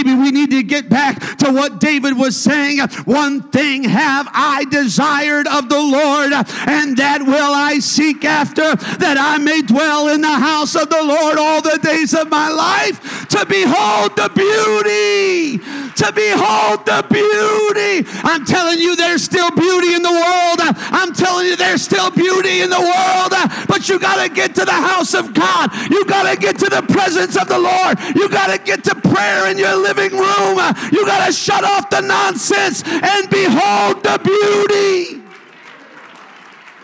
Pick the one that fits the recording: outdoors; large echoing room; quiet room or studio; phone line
large echoing room